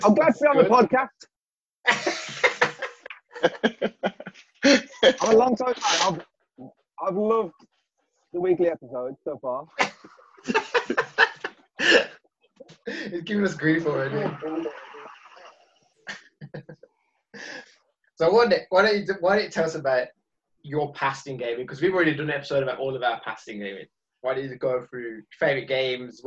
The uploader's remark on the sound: sorry for the audio